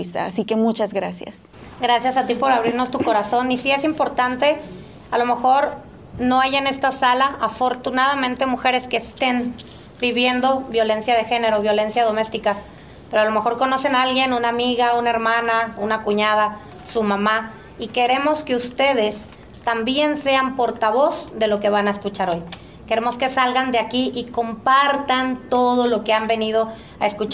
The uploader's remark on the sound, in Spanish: Este episodio fue grabado en la conferencia